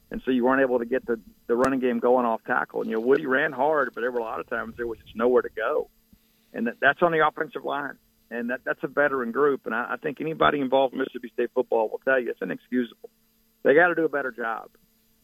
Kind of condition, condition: link, phone line